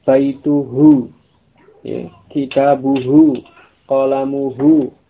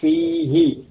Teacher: ketika dhamir ha didahului oleh ya sukun atau didahului oleh kasrah, oleh harakat kasrah, maka dhamir ha ini dibaca dengan kasrah · Shown in: second take